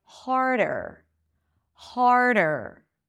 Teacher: you bring the tongue up for the R, har, and then you bring it forward for the D, harder. It's a light, light D, okay?